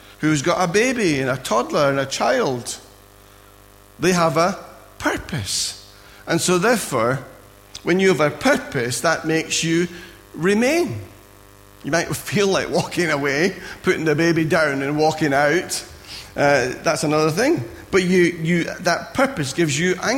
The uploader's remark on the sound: Recorded at freedomcentre church, Preston on Sunday 23rd April 2017